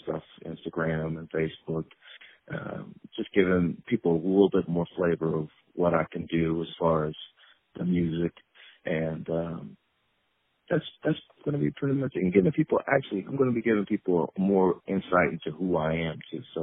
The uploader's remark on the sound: On the phone